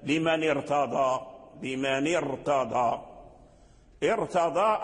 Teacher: الراء مفخمة، لماذا؟ لأن الكسر الذي قبلها عارض لالتقاء الساكنين، لمن ارتضى كسر النون لالتقاء الساكنين، أي لأجل الراء الساكنة، يعني كسر النون، هذا الكسر عارض ليس بلازم.